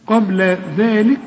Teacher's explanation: طلع لسانك في الذال وبعد الذال في ألف علشان تمدها ألف كاملة